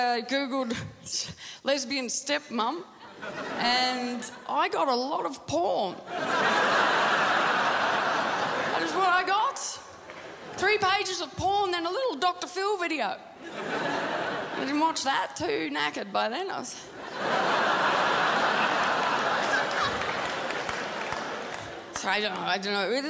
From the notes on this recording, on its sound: The 2015 Melbourne International Comedy Festival Gala.